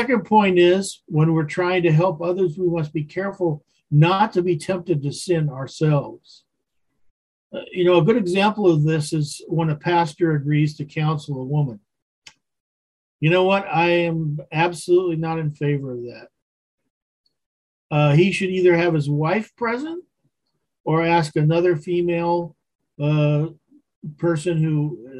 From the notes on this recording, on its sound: Wednesday Zoom study.